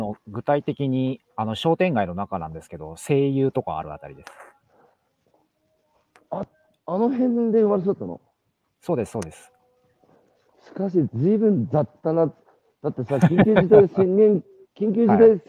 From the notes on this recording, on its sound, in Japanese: 歩きながら1時間、対談する